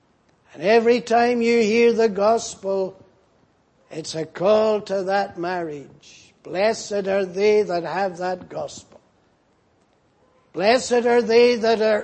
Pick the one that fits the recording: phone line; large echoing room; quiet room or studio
large echoing room